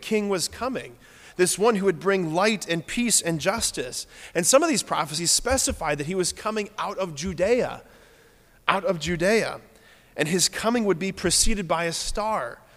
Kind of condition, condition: setting, large echoing room